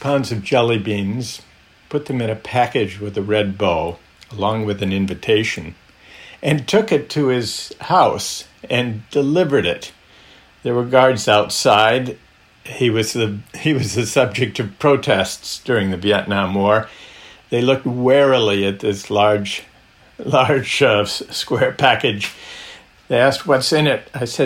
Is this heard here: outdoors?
no